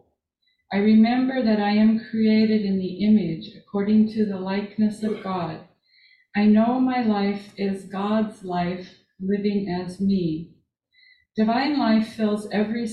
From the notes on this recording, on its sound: This Sunday Live In Our Sanctuary.